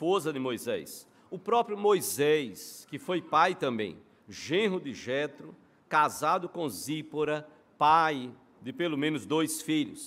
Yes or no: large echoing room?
yes